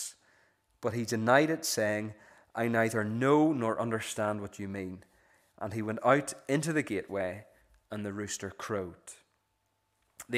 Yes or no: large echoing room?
yes